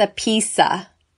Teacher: Of is reduced to a.